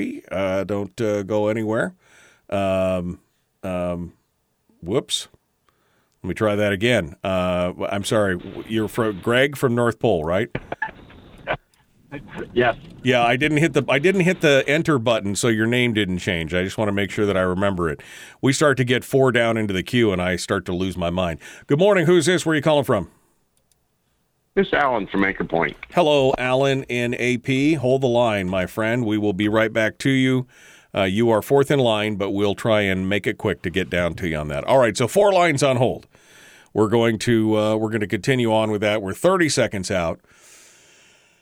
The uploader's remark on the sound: Phone Calls, Open Line. We'll open up the phones and just do a 'stream of consciousness' show, talking about whatever we feel like.